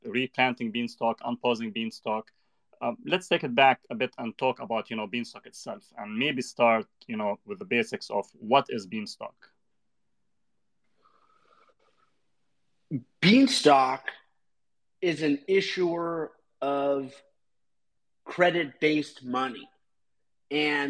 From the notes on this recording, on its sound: Recording from the Beanstalk Unpause Twitter Space.